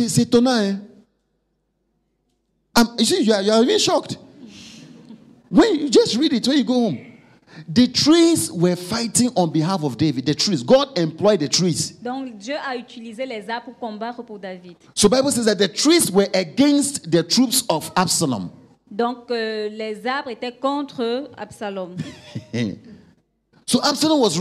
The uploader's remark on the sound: Preached during FCIM_Workers_Conference_2022 Day 1